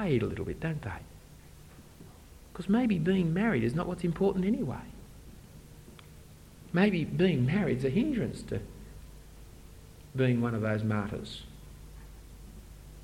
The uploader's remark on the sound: Given at an AFES 2015 Conference on Evangelism for university students.